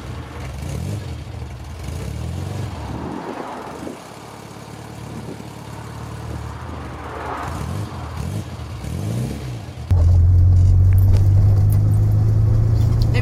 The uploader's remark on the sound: all recorded from my 1968 Morris Minor, Peggy.